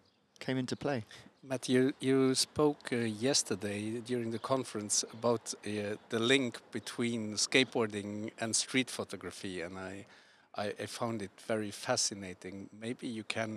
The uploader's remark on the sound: Recorded outside the Rotondes in Bonnevoie, our guest speaker at this year’s Luxembourg Street Photography Festival.